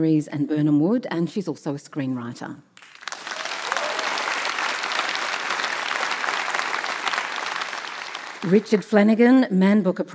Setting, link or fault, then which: setting, live audience